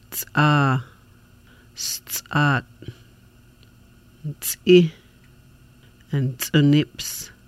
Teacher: It's made by the tip of the tongue against the back of the front teeth, then releasing the air with the throat. Sounds like C with a catch in the throat · Term: hard C